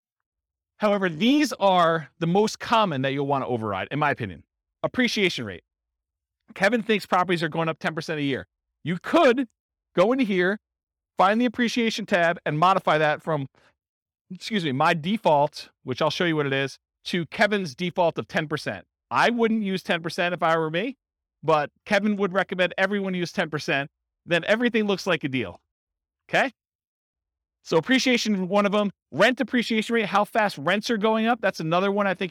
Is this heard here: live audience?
yes